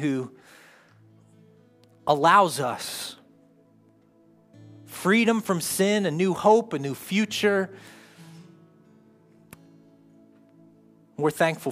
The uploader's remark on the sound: live from Covenant Church